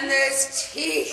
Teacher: some of the words, the syllables get drawn out, like the way you say eyes, blame, even teeth in this clip.